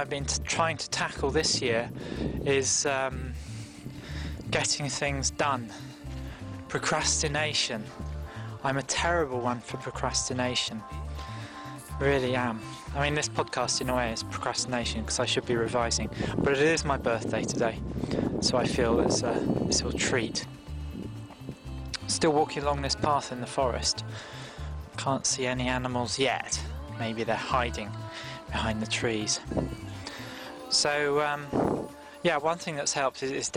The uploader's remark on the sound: A lot of which was recorded in the woods in the Animal Council Clearing.